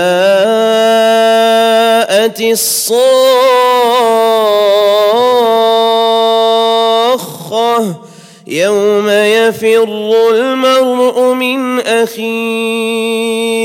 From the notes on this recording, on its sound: at the Houghton Masjid (West Street)